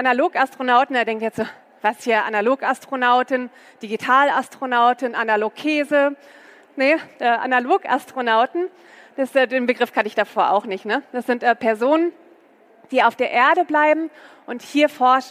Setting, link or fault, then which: setting, busy venue